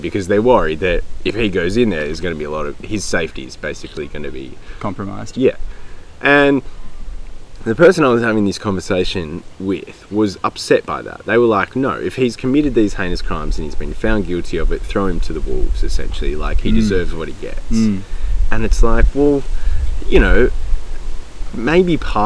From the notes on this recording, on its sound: We lit a couple of homemade candles to kick this one off, which was a challenge in the wind. There’s a tiny bit of wobbly sound around the 10minute mark as nature joined us shooting the breeze, but otherwise it’s a crystal clear yarn from yet another incredibly picturesque cove of Sydney harbour. It was a bloody treat to be back in the bush with the microphone after an extended hiatus.